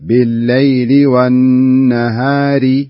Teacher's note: ترقيق الألف وليس تفخيمها